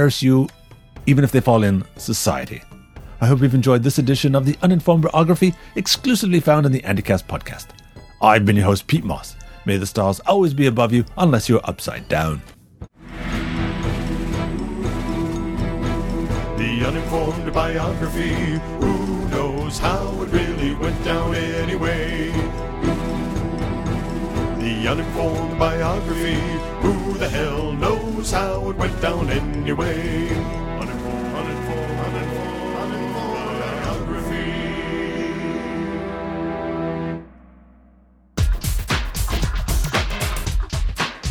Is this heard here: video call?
no